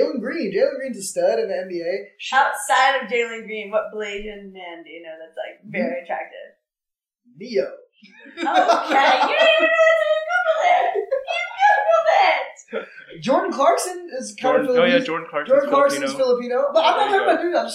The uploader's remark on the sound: We're sorry the audio is not museum quality, but this week we actually realized that we had been recording all wrong this whole time. Stop speaking so far from the mic.